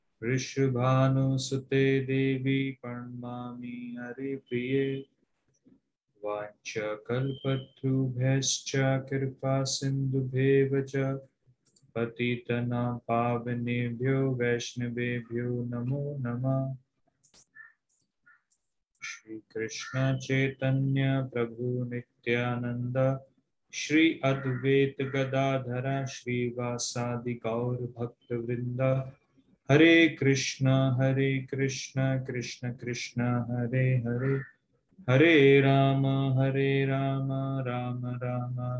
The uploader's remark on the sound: Zoom recorded sessions